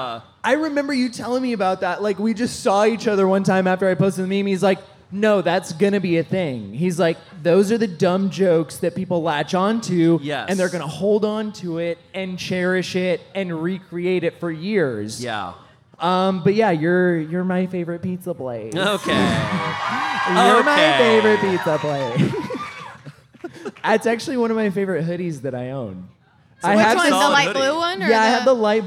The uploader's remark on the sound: Live at Mythicon. Live from Mythicon!